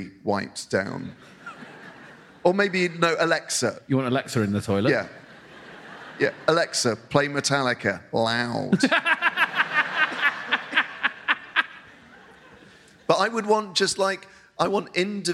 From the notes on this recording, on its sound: Live at the Bristol Hippodrome. Live in Bristol.